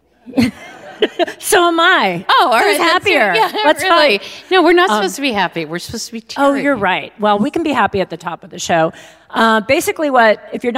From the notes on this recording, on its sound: Recorded live. Crybabies Live at the Bard.